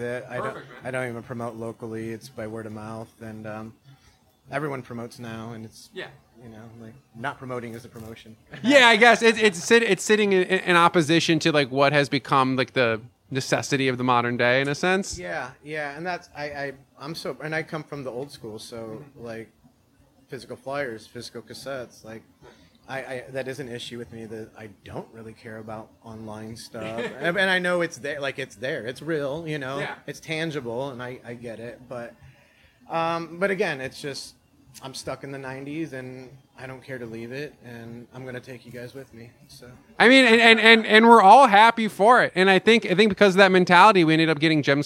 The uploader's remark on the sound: LIVE at Jems Fest 2023!